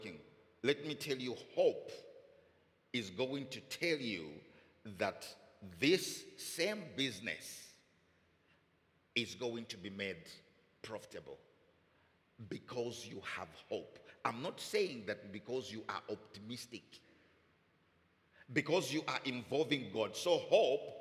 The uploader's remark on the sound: Recorded Live at Doxa Deo Tshwane Central on Sunday 11 February 2024 (Morning Service).